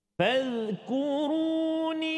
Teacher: pastikan hujung lidah kita eh, hujung lidah kita keluar sedikit · Term: huruf zal